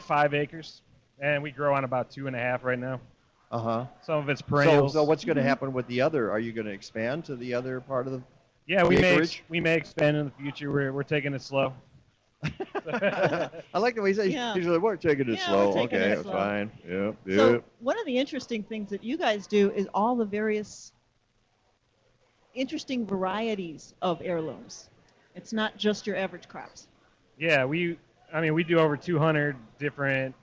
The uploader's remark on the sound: broadcast live from the SCARCE Green Fair at the DuPage County Fairgrounds